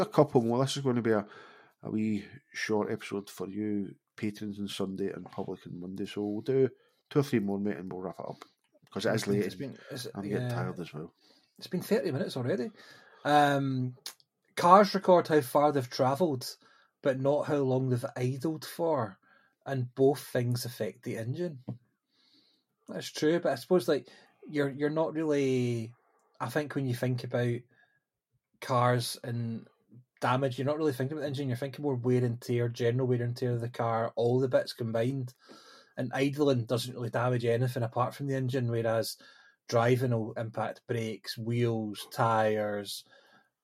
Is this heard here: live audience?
no